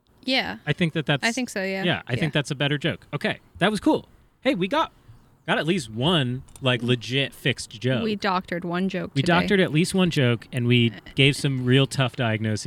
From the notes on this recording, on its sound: A very special episode that was recorded in a big empty field. The outside sounds aren't too noticeable.